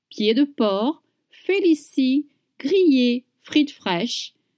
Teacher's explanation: you don't pronounce the D at the end of pied? And you don't pronounce the C at the end of porc.